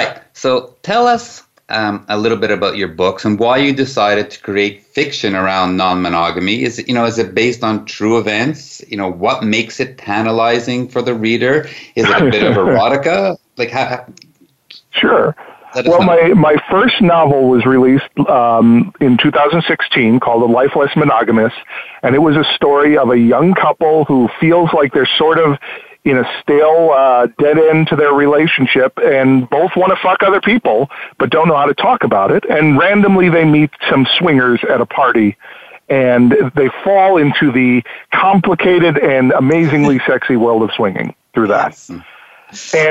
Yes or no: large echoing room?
no